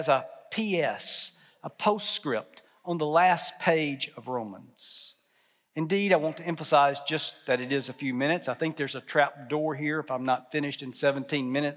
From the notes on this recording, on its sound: at the 2022 fall commencement ceremony for Southwestern Seminary and Texas Baptist College